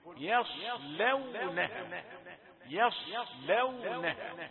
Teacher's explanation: ولكن ياء رقيقة وصاد مفخمة